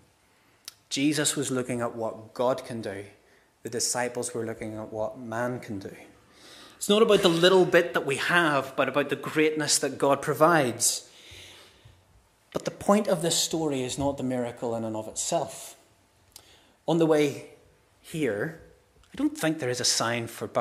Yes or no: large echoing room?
yes